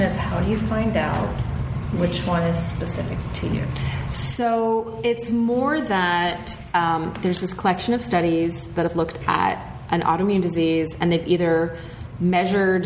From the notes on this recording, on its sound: It's the third and final part of our LIVE show! Welcome to the live show, this is Part 3 of our show!